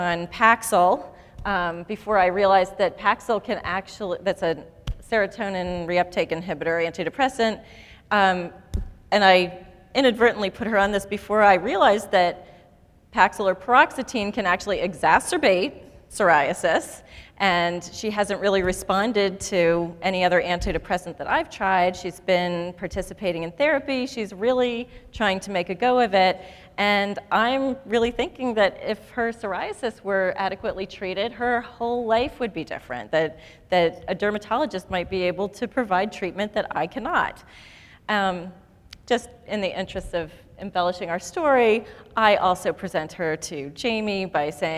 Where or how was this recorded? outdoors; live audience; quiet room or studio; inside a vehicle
live audience